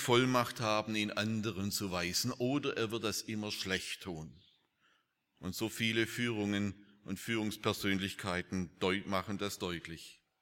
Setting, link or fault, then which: setting, large echoing room